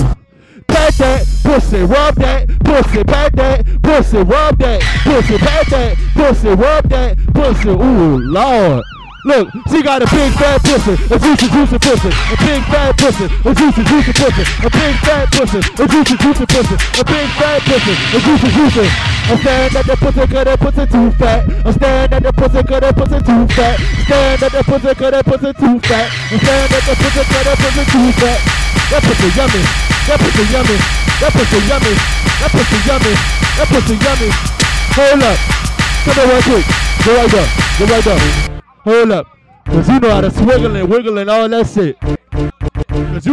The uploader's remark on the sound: pool party live In Laffy